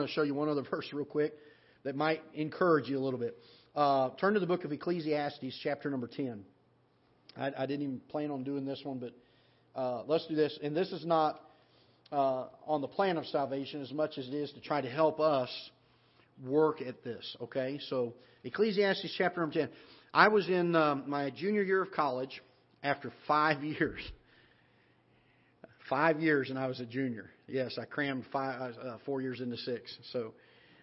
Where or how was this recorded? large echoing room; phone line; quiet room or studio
large echoing room